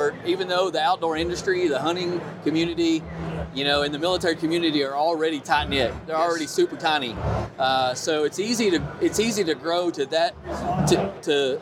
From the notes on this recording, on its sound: Live from Hunt Expo 2020. At the Initial Ascent Mountain Dude table.